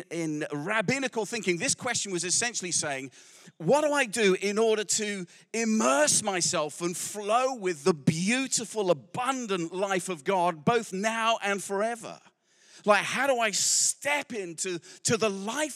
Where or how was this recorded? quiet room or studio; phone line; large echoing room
large echoing room